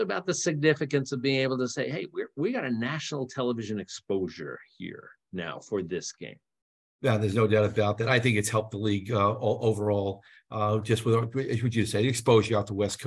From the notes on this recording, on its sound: live from the virtual Ivy League Media Day